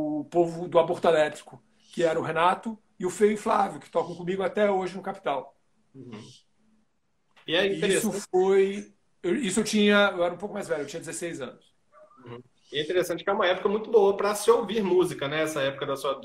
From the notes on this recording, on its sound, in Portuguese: esteve ao vivo no instagram da Alvorada FM para um bate papo